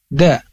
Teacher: huruf da ini ujung lidahnya keluar sedikit dan menyentuh ujung gigi atas seperti digigit